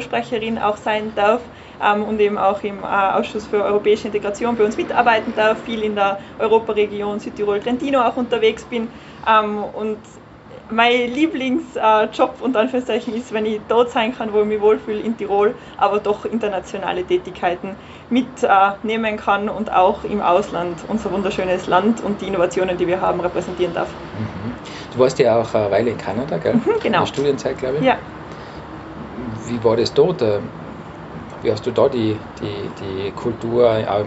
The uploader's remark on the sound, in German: das Interview wurde live bei uns am Balkon aufgezeichnet.